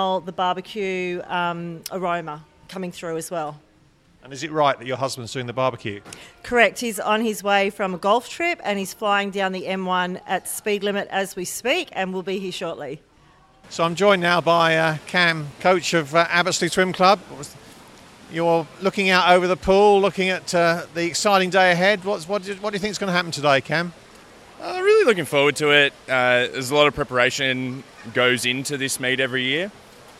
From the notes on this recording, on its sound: Every year Abbotsleigh Swim Club runs a meet for younger swimmers, many of whom have never raced at a carnival before. On Sunday 5th August we took a microphone to this year’s event to soak up the vibes.